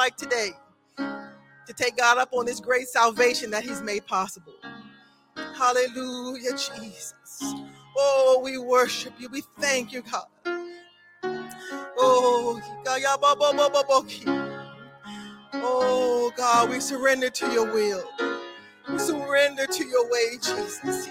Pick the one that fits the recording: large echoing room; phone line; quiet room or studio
large echoing room